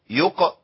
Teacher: يبقى القف ساكنة مقلقلة · Term: القلقلة